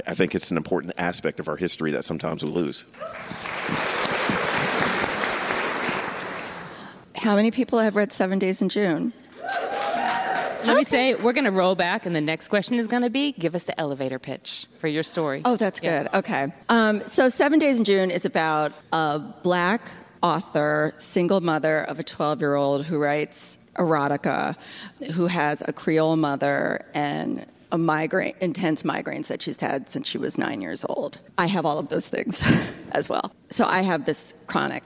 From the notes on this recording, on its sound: LIVE from Bookmarks! Four dynamic authors gathered to speak on a Book Club Favorites panel last month at the Bookmarks Festival of Books & Authors. The Bookmarks NC Festival of Books & Authors.